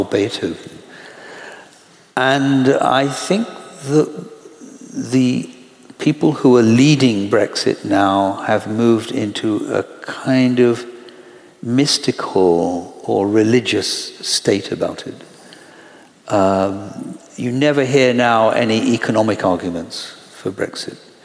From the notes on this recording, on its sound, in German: in der großen Aula der LMU München in englischer Sprache aufgezeichnet.